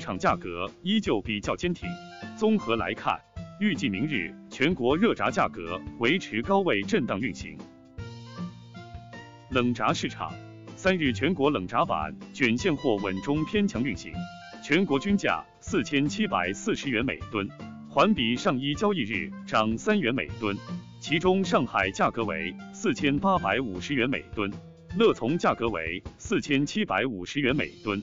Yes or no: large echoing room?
no